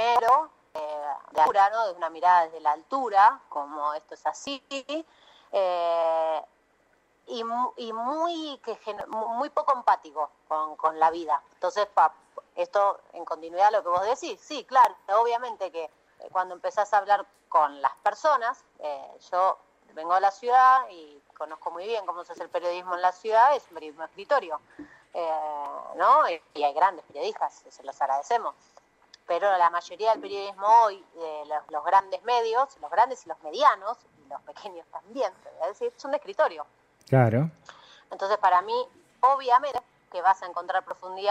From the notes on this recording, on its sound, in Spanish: Charla Telefonica